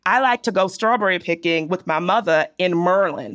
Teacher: So the dropping of the R is very important. And importantly, that is not a Southern accent.